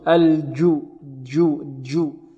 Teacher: أحيانا ربما الجيم هذه يخرجها قريبة من الدال · Term: خلل في المخرج